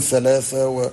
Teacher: إخوتنا في الخليج مثلا ينطقون الثاء كما هي